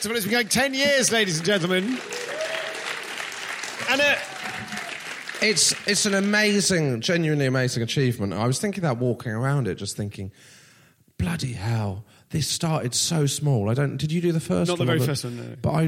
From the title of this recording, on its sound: Live at Machynlleth Comedy Festival